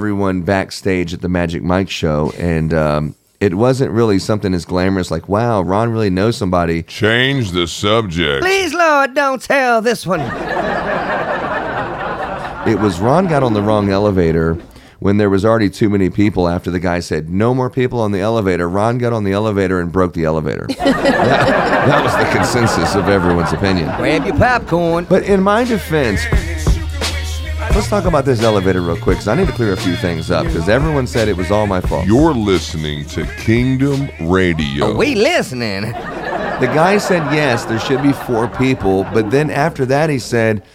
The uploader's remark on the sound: Were invited to Las Vegas to attend CLIPA Con 23 as our radio station. It was our first time having a booth and recording the show LIVE.